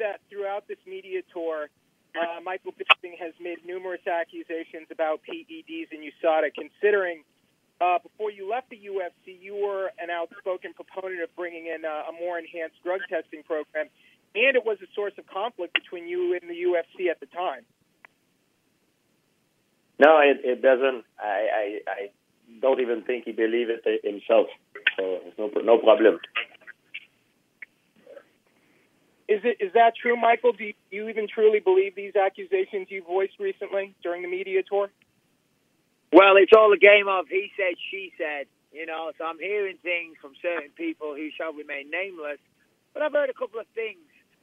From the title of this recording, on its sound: UFC 217 Conference Call